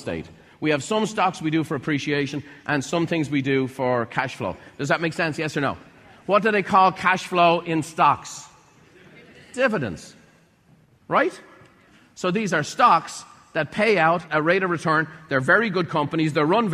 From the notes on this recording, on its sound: In this episode, recorded live at a Buffini & Company event.